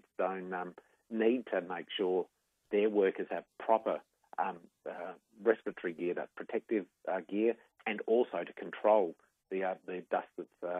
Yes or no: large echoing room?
no